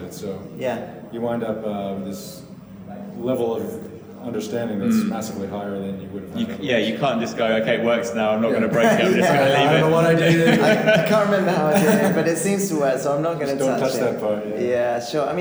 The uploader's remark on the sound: Live from Flash on the Beach!